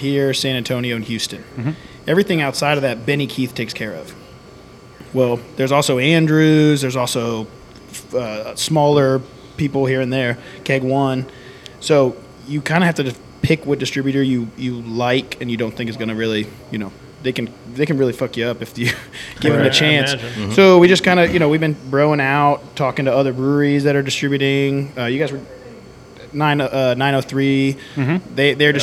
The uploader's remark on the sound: on location at Martin House Brewing